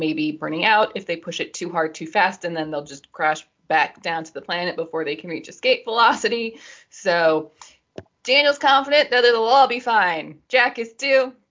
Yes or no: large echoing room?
no